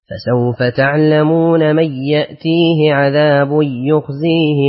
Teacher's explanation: أقرأ لخلف بترك الغنة